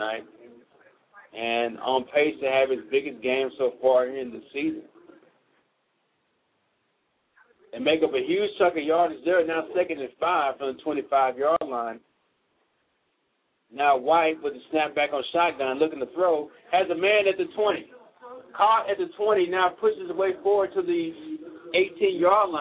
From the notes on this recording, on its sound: Live broadcast of Texas 5A high school football.